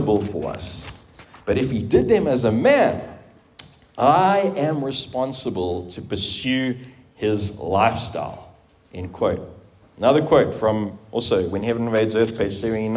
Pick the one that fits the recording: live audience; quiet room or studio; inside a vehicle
live audience